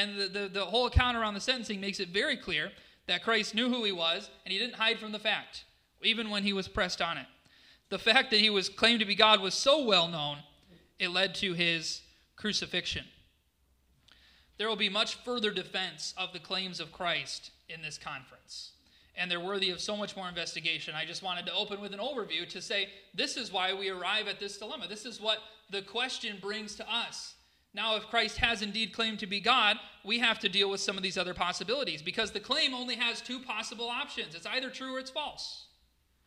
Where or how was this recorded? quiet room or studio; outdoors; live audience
live audience